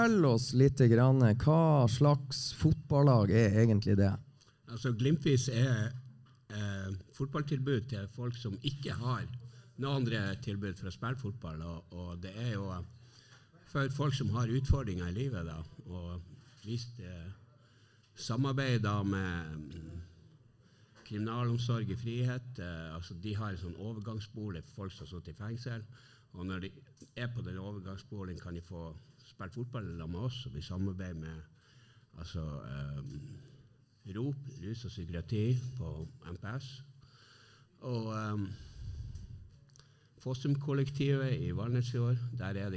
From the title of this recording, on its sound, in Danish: Live fra Sportsbaren